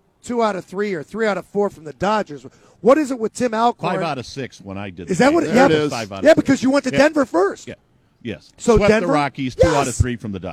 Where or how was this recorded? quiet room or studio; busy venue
busy venue